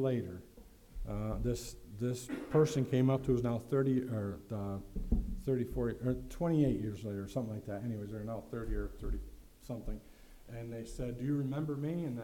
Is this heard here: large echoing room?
yes